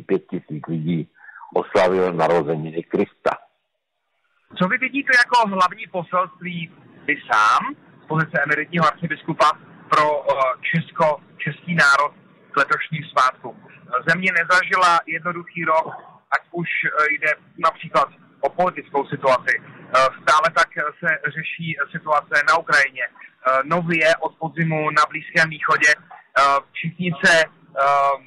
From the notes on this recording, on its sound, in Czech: Nahráno telefonicky